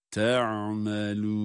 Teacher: Sonra da meddi arız olması itibariyle de dört elif miktarı kadar uzatıyoruz. Ama sondaki nun harfinin gunnesini mutlaka belirtmemiz lazım.